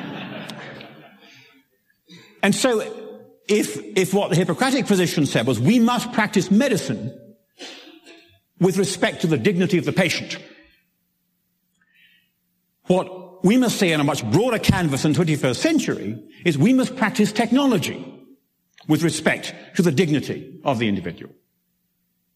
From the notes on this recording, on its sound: originally presented at 2015 Summer conference "Science, Research, and the Limits of Bioethics.